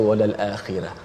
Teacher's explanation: ra tu tebal dia baca walal akhirah